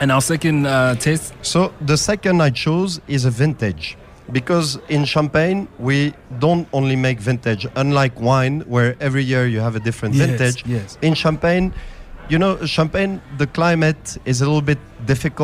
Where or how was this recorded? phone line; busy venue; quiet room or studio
busy venue